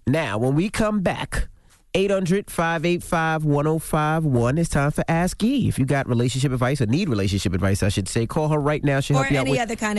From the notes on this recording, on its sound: we opened up the phone lines